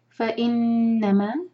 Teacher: نون کو ہول کرنا ہے یہاں پر غنہ ہے